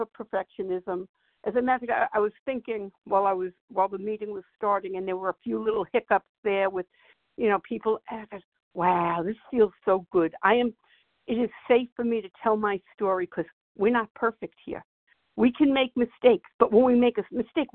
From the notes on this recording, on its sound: from the 100 Pounders Phone Meeting, 1/31/24.